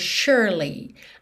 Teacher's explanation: esse S tem um som de SH, ok? Ou X, como você preferir pensar. E o E do meio não é pronunciado.